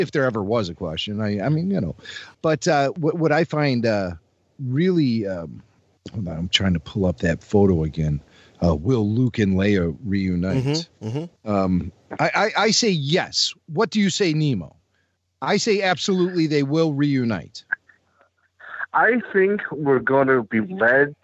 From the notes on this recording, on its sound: RFR Live returns as we give thanks for our community by featuring your phone calls and voice mail.